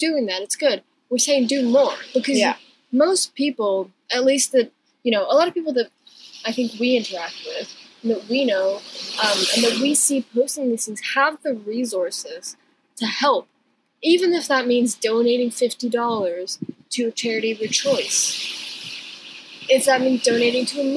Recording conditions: poor sound quality